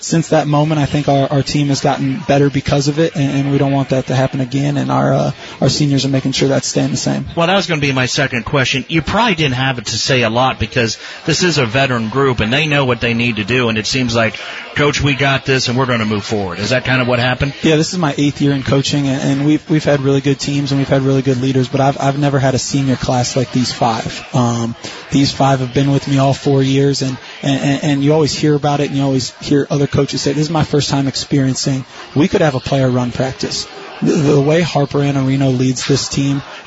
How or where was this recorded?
busy venue